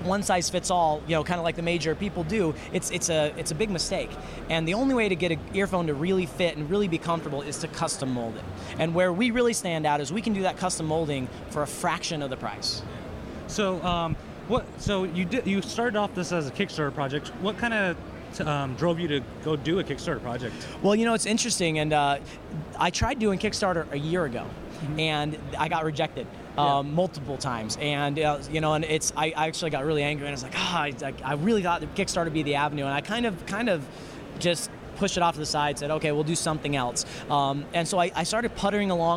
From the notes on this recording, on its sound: Recorded from the 2014 International Consumer Electronics Show in Las Vegas, Nevada.